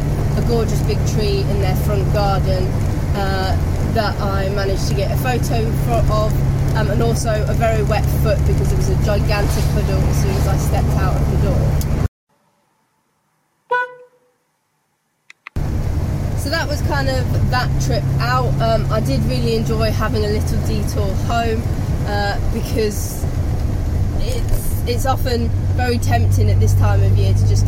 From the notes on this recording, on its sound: all recorded from my 1968 Morris Minor, Peggy